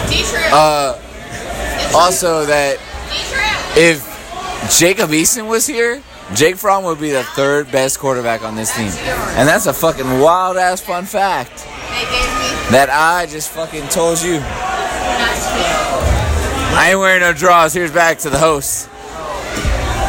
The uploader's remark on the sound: Live from Bourbon Street